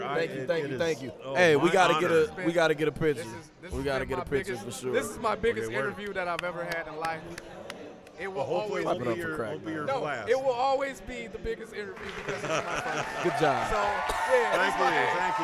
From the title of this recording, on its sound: Live at Downriver Comic-Con (Day 2)